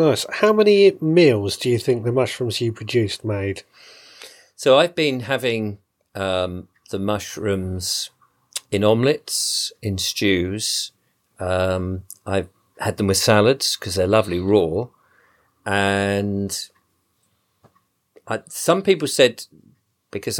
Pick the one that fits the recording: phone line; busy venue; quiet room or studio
quiet room or studio